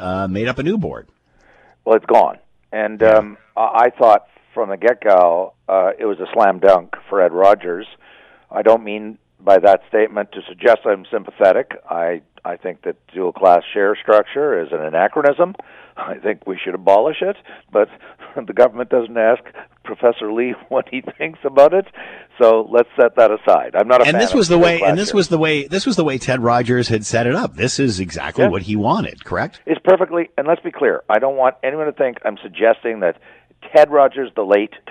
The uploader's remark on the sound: hops on the phone